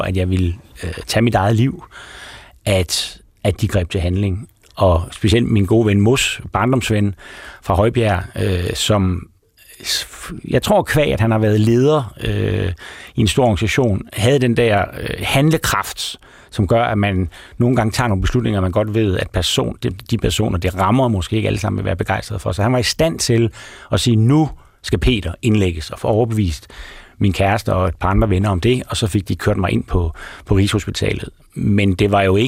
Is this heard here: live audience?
no